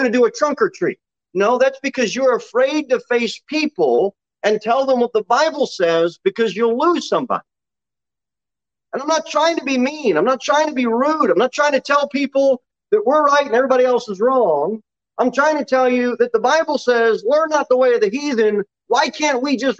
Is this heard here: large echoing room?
yes